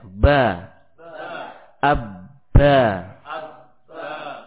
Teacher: Dari bagian dalam bibir dengan menekan dengan tekanan yang kuat. · Term: huruf ba